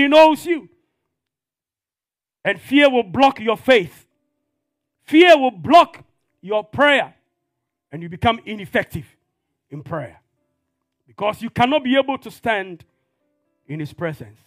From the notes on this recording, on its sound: This podcast is a live recording of a Sunday Service that took place on the 13th of November 2022.